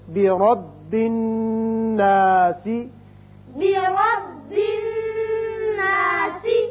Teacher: نون کے اوپر شد ہے، نون حرف مشدد ہے اور حرف غنہ ہے، یہاں غنہ کریں گے. نون کے اوپر جب بھی شد آ جائے تو غنہ کرتے ہیں.